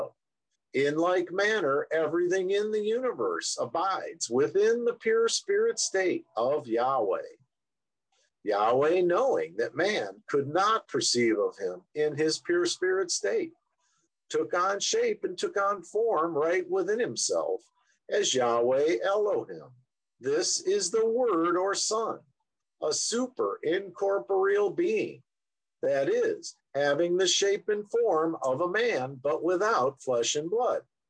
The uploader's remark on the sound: Oceanside Zoom Class